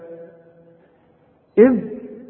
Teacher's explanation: إذ بنسكن الذال وبنطلع لساننا فيها